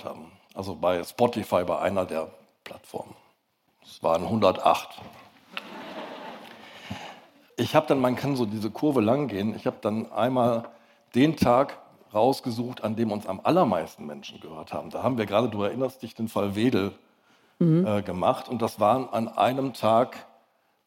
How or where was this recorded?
live audience